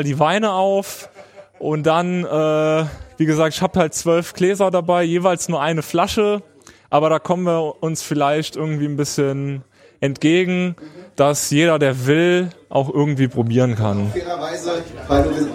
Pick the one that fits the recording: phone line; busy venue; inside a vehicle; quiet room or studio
busy venue